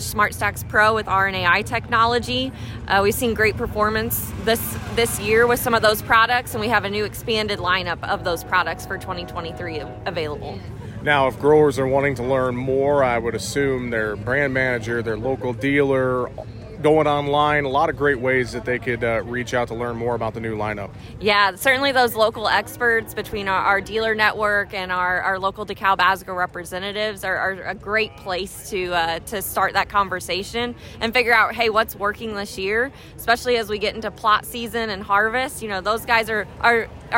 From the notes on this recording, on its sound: Conversations from the Farm Progress Show